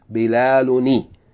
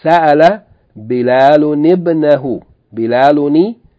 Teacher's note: So we have noon with sukoon in Bilalun, and then we have ba with sukoon in ibnahu. So in order to eliminate the iltiqa sakinain, we're going to put a kasra on the noon of Bilalun. Bilaluni. Okay.